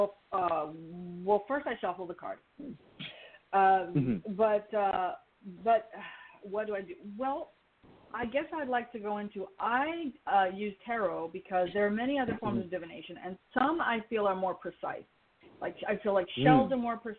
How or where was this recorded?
phone line